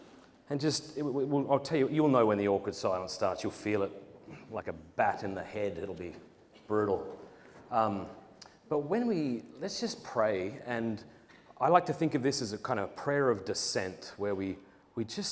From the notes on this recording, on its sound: Presented at Purpose Conference 2023.